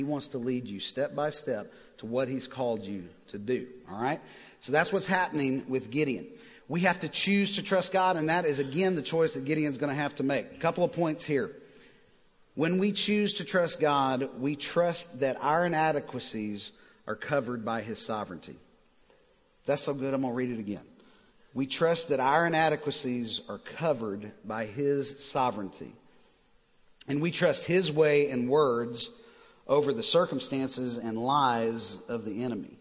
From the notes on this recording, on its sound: Recorded live at The Fellowship at Mt Juliet on February 17, 2019.